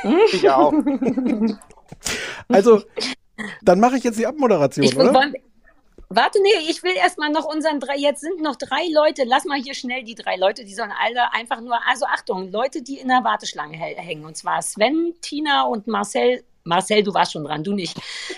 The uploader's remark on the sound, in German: Wir reden live auf Clubhouse.